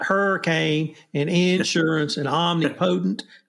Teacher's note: we accent every first syllable like hurricane and insurance and omnipotent